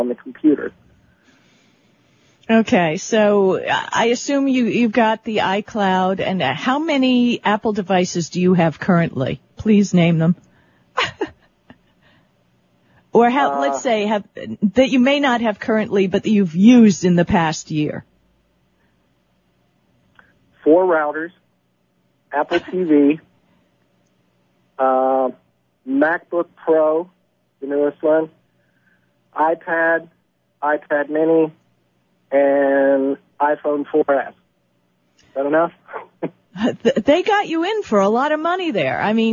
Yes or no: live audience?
no